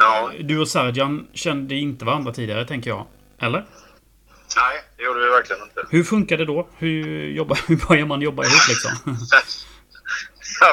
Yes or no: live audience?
no